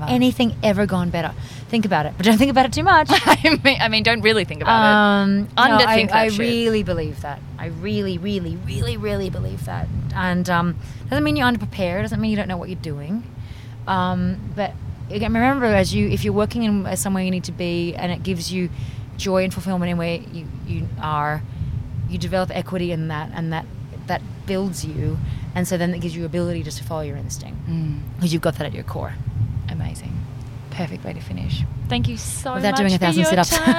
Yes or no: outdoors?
yes